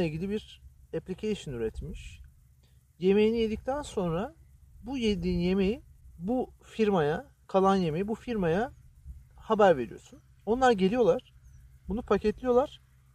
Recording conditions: wind noise